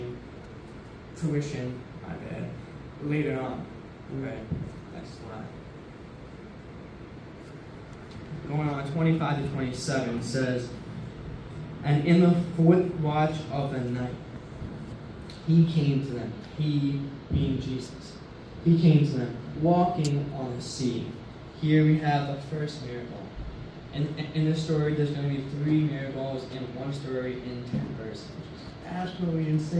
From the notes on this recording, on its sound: This episode is a recording from my first sermon message I spoke at BASIC. Basic is a Christian fellowship club at my school.